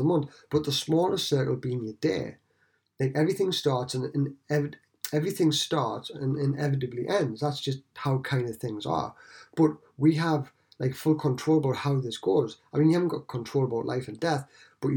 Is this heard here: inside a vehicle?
no